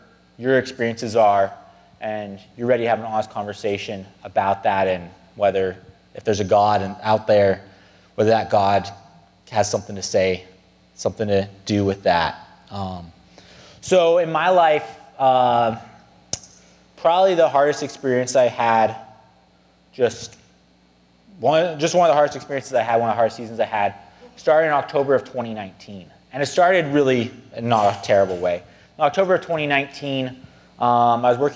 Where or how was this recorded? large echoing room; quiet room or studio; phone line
large echoing room